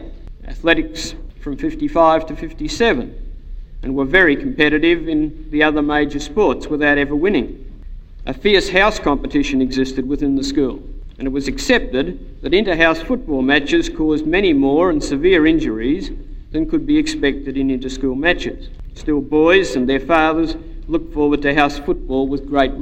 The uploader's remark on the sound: an address he delivered on Founders Day 1989 in the Aikman Hall